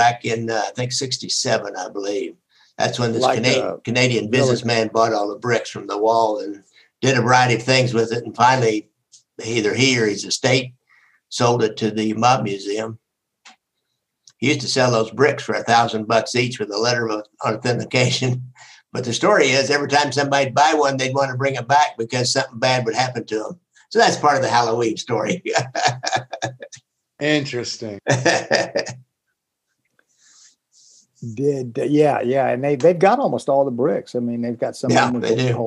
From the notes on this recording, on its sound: Listener Zoom call. Today’s guest on this fan Zoom call.